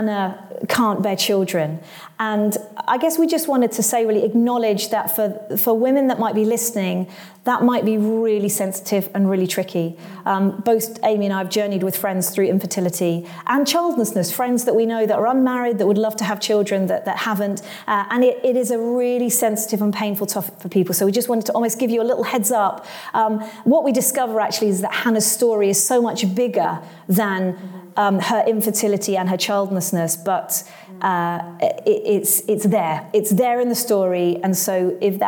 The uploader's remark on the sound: Join us as we take a road trip and record live at Trinity Church Nottingham’s church weekend!